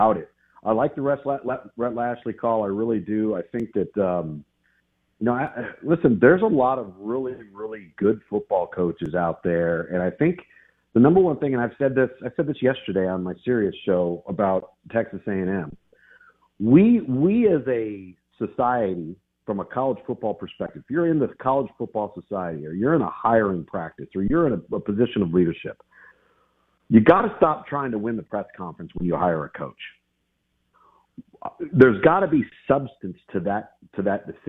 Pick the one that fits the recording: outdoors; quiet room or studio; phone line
phone line